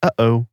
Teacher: right at the very back of your throat, you have the glottal stop, the sudden swallowed pause you'd find in phrases like, uh-oh.